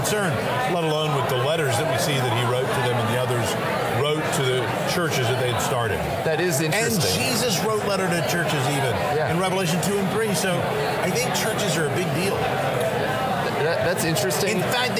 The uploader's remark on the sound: We’re live at the Radius Missiology Conference in Minneapolis!